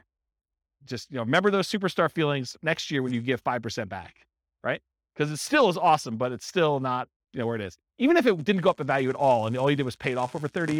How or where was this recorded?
live audience